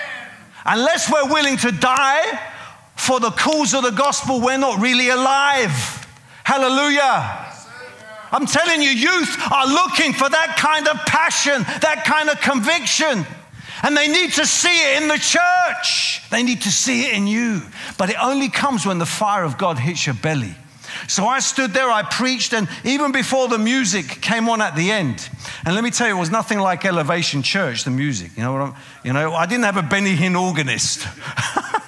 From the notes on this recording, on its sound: preaching at a CCF Ministries in Lowell